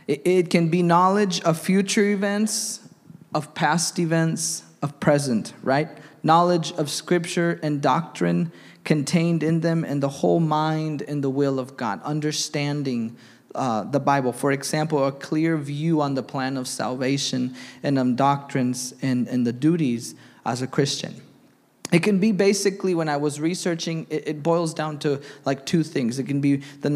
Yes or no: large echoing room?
yes